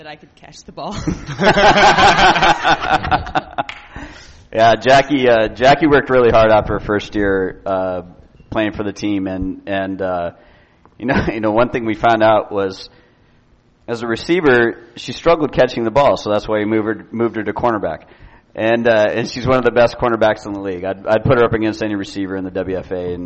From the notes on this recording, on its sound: We were joined on the panel and in the audience by the Seattle Majestics women's tackle football team.